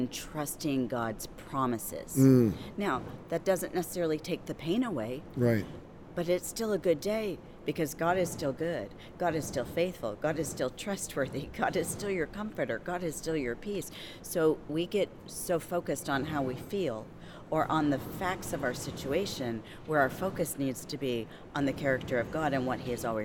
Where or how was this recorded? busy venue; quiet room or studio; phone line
busy venue